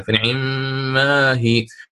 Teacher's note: فأنا سأقرأ العين المكسورة بسرعة · Term: يختلس حركة العين